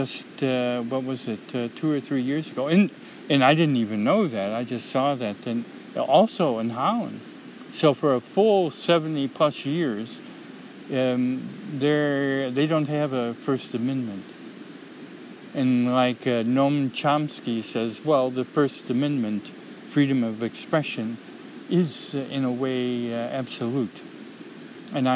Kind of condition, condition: setting, outdoors